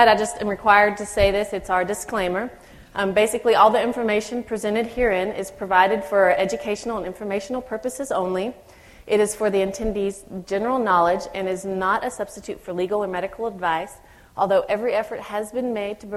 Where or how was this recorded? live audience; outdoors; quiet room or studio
live audience